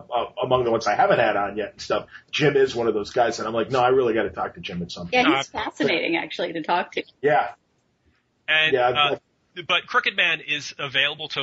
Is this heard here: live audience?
no